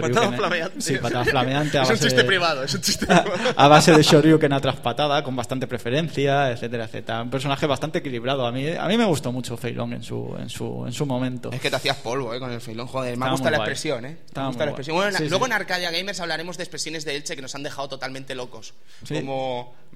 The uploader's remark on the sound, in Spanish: Programa grabado desde el evento Elche Juega.